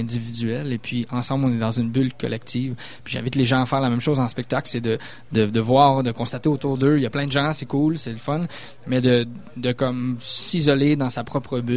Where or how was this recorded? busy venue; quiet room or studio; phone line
busy venue